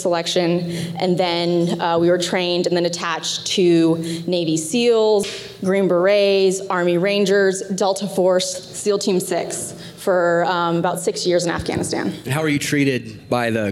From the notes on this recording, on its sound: Listen to the stories and voices of local veterans recorded live October 2, 2016 at the Sha-nini George Foundation in Mercer, Pennsylvania.